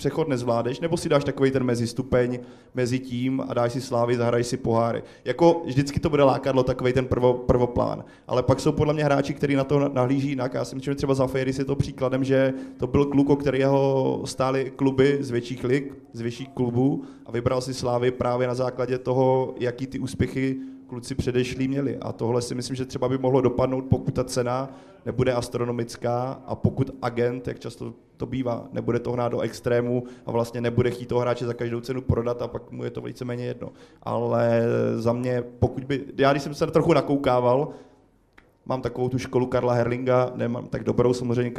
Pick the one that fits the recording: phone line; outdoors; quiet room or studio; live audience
live audience